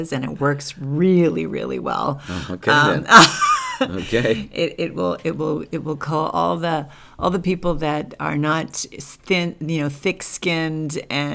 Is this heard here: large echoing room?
no